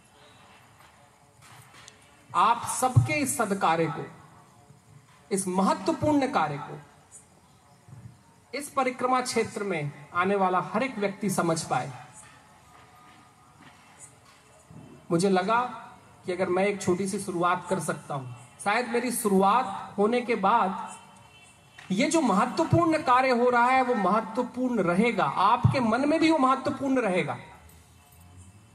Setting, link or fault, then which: setting, outdoors